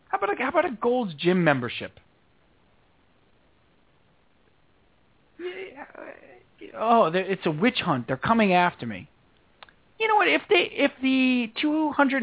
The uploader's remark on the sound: called